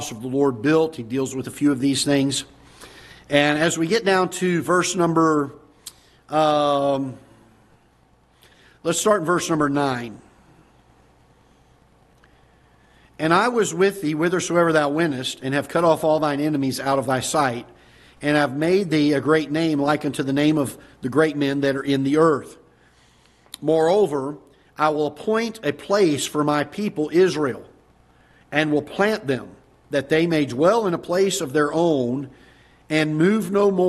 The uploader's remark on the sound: Ketha Heights Baptist Church ~ Live Broadcast